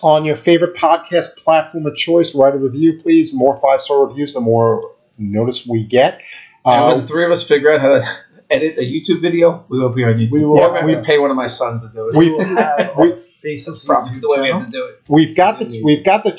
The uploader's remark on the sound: this is the final episode with the audio issues so we apologize in advance.